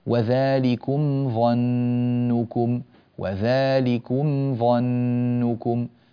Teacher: وتتسم الميم الساكنة بصفة البينية وهي التوسط الزمن، توسط الزمن، لا هي طويلة ولا هي قصيرة مبتورة، فينبغي العناية بهذا. · Term: الإظهار